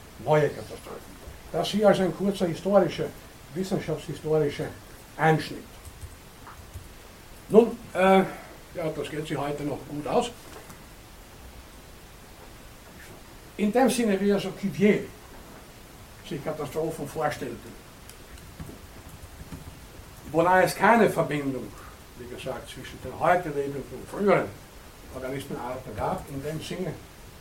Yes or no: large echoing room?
yes